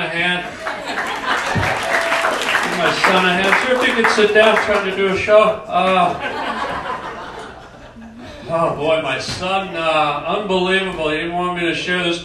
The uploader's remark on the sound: LIVE STAND UP to a religious group.